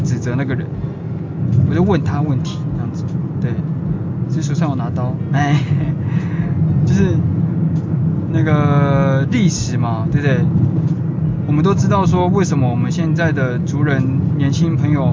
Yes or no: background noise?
yes